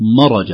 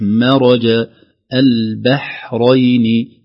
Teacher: مرج البحرين يلتقيان، نفس المنهج، الميم بعدها راء مفخمة، ربما تطنقون أحيانا، البعض يقول مرج، ما الصحيح مرج البحرين، ترقيق الباء والحاء قبل الراء، وهذه بسبب التتابع والتقارب في المخرجين · Shown in: second take · تخليص الميم المرققة من الراء، وكذلك الباء والحاء من الراء.